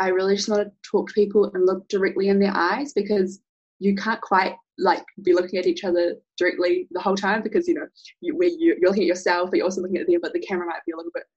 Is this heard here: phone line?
no